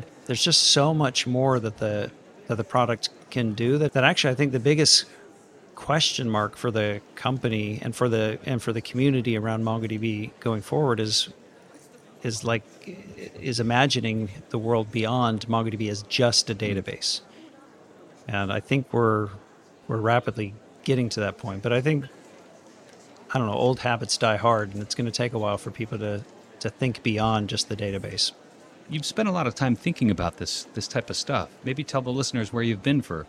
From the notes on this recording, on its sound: The latest .Local was held on November 9th, 2021 at Evolution, London. Recorded live at the event.